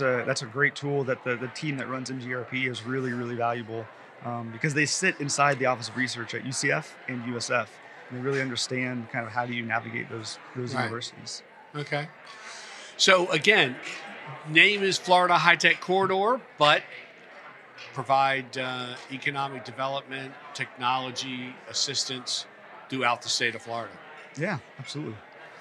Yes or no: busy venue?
yes